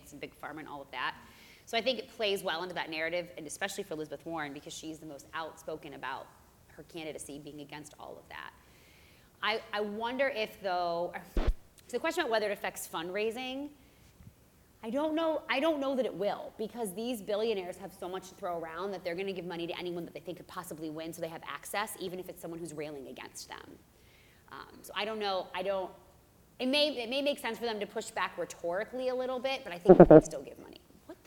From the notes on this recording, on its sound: The entire BSP crew assembles for a live taping. Followed by audience questions.